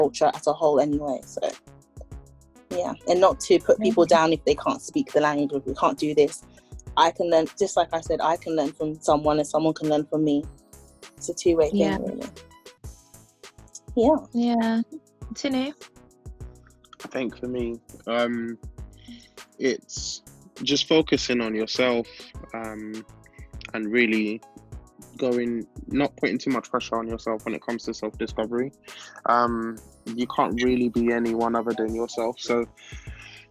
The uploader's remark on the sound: The quarantine limits which meant that we had to record via zoom, so please accept my apologies for the quality of the episode.